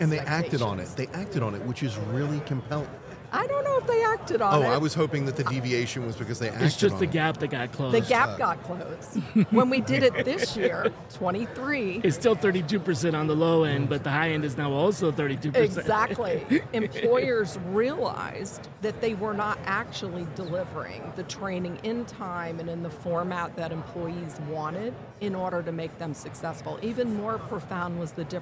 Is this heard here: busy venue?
yes